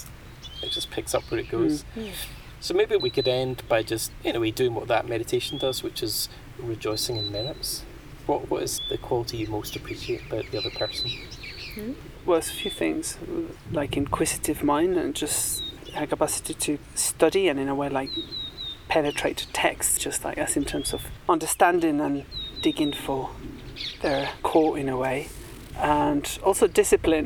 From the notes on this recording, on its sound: Recorded in a very lovely garden in Mexico in 2019, with nature sounds all around. Recorded at Chintamani Retreat Centre, Mexico 2019.